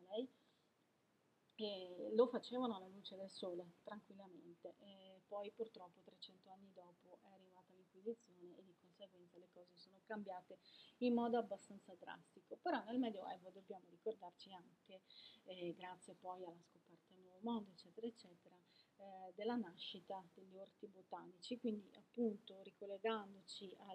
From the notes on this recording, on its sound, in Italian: perdonate l'audio ma non sono ancora dotata di microfono super tecnologico e professionale.